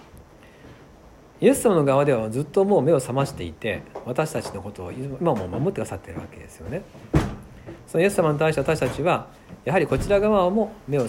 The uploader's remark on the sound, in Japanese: 2020/1/8吉備教会祈祷会メッセージ録音です。